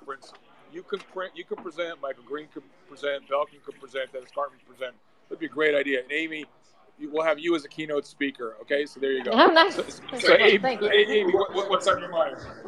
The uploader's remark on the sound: Live from Sally’s Apizza.